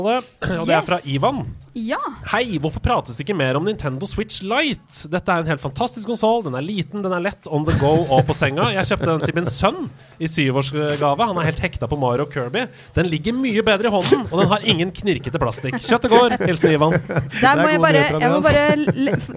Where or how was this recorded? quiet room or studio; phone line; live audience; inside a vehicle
live audience